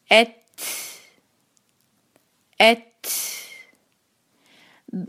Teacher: जब आप लेटर ता को सकून के साथ अदा करेंगे तो फिर हम उसके साथ सांस को साथ पलटा रहे होते हैं, जिसको हम हम्स कहते हैं